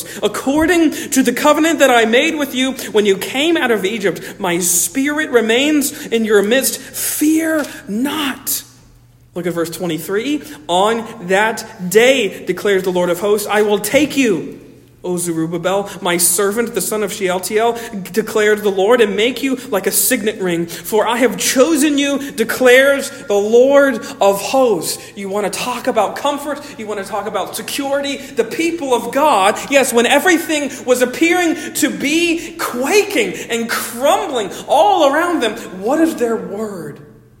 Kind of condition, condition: setting, large echoing room